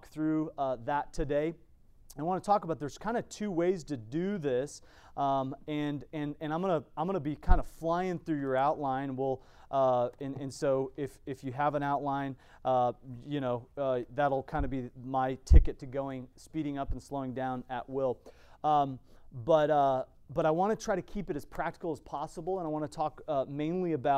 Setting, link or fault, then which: setting, large echoing room